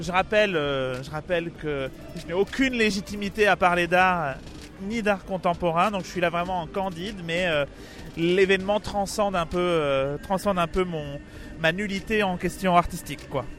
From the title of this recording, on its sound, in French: En direct de la Nuit Blanche 2019